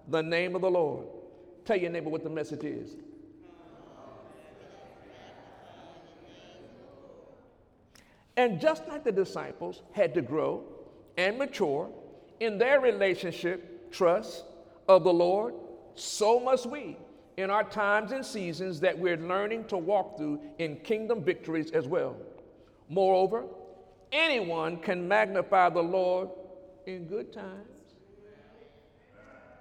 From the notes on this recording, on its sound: During Sunday morning service